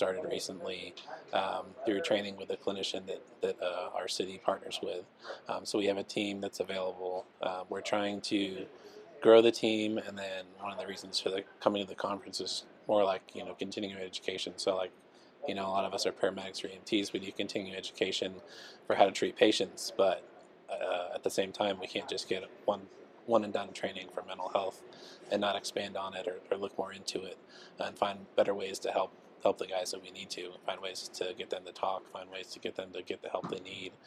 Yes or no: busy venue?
yes